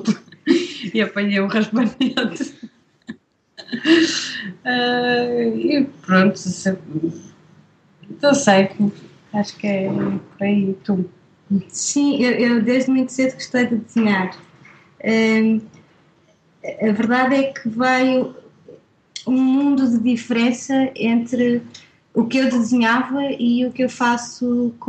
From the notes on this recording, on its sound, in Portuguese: Foi via Skype pois estavam no Porto, e eu na minha casinha. Durante a entrevista parecia-me ouvir ressonar, mas não quis dizer nada.